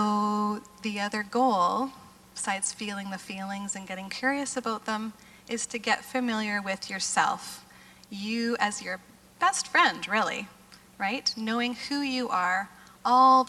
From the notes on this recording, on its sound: GT Conference Breakout Session